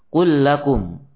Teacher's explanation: Di atas lam yang pertama tidak ada tanda sukun. Karena lam yang pertama langsung diidghamkan kepada lam yang kedua. Sehingga tandanya hanyalah tasydid pada lam yang kedua.